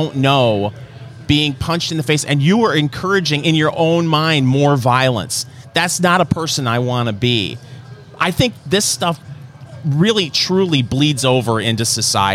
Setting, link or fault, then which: setting, busy venue